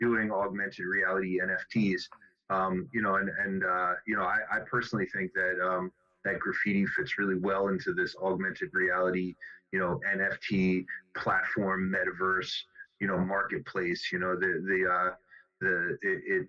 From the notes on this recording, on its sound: The phone discussion went on for a while, and so we offer this glimpse into this conversation in two parts.